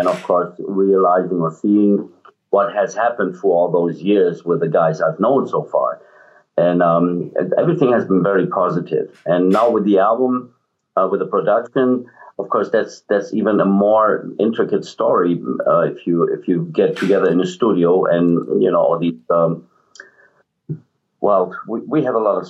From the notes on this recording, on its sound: The audio quality is not great. I hosted the chat from a emote location. Lives in an area that requires satellite internet.